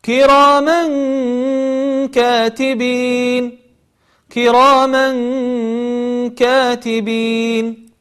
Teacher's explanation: ولاحظوا الغنة كيف تخرج وهي بمقدار حركتين